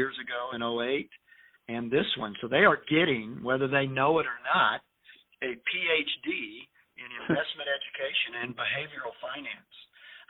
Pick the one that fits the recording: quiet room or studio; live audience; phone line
phone line